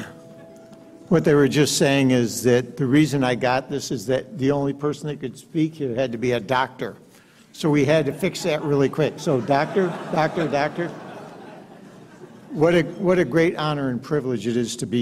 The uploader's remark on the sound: gave the keynote address at The Institute of World Politics' 30th (+1!) Anniversary Gala on October 27th at the Mayflower Hotel